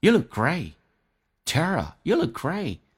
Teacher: Look 的 k 跟 great 的 t 都可以不用发音，但是气流要阻塞一下，元音加辅音，去掉这个辅音，气流阻塞表示它的空间的存在。You look great.